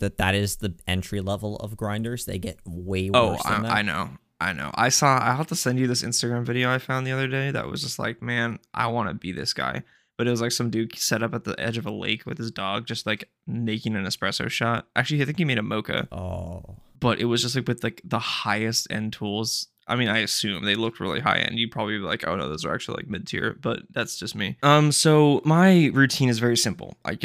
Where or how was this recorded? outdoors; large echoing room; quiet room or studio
quiet room or studio